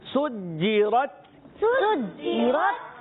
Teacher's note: اور را پر پیش آنے کو جیسے پر ادا کریں گے سجیرت، سجیرت، سین کو سیٹی کے ساتھ ادا کریں گے. اور پیارے بچے جیم کی ادائیگی، بعض بچے جیم کو پڑھتے ہیں سجی سجیرت، تو چھ جیسی آواز نہیں آئے گی جیم میں، جیم کو کلیئر رکھنا ہے.